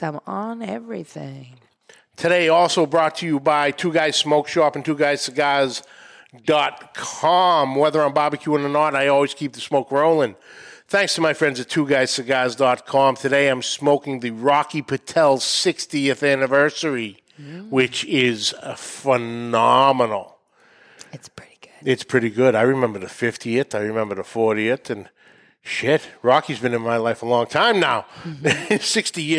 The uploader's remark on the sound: recorded live in front of a studio audience at the Studio 21 Podcast Café upstairs at Two Guys Smoke Shop in Salem, NH